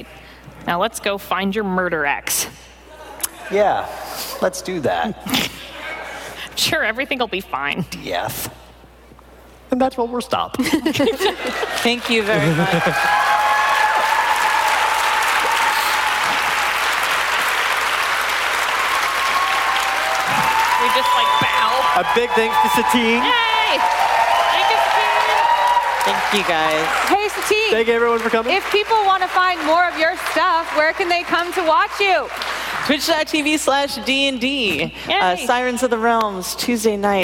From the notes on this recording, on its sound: live from PAX Unplugged 2018